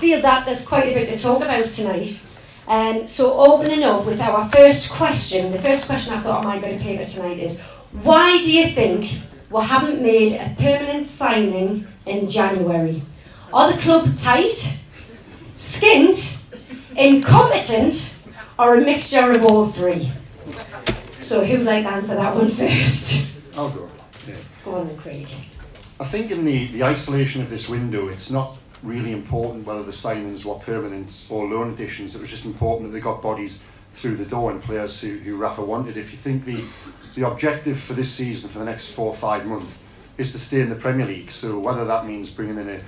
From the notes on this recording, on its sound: A full audio recording of the tf press forum which took place on the 1/2/18 at Tyneside Irish Centre. We are grateful to all 180 people who sold out the event.